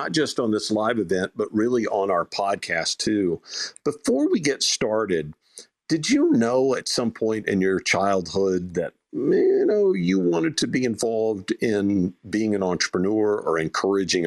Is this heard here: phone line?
no